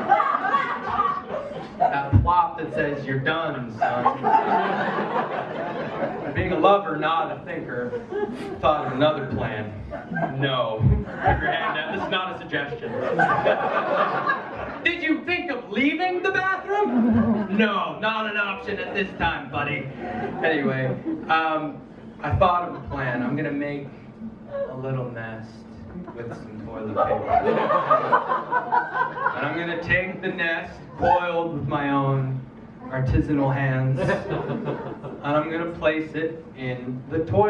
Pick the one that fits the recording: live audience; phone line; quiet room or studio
live audience